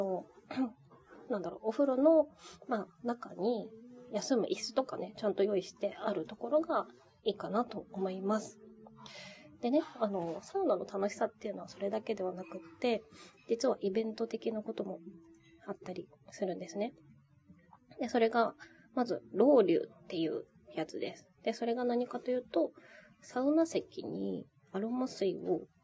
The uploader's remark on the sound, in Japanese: 天国ここにありけり（サウナたまらん）※雑音ごめんね。